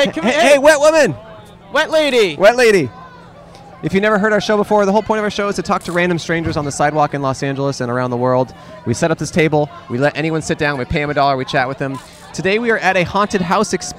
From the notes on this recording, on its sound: We set up right outside the exit of The 17th Door, a truly extreme haunted house.